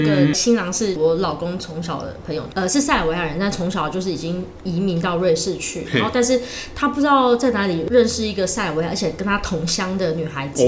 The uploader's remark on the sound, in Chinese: 本集白噪音指數：蚊風級 1/5。錄音地點： The Gathering Cafe 齊客咖啡。